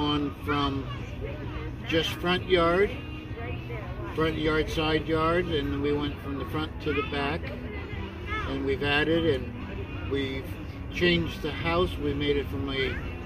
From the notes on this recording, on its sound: In this episode we go live on location at the Christmas light display by a Brother Shriner called “Wonderland at Roseville”